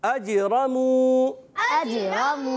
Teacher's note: रा पर जबर आने की वजह से रा को पुर पढ़ेंगे, खींचना नहीं है